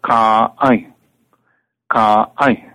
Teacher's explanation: That break between the vowels is a glottal stop.